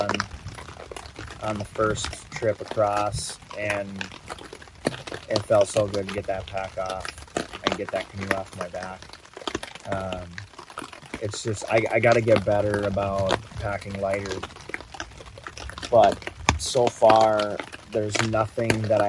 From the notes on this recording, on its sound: On location in the Boundary Waters Canoe Area Wilderness of Minnesota. On a recent solo canoe trip, shortly after a severe thunderstorm rolled through.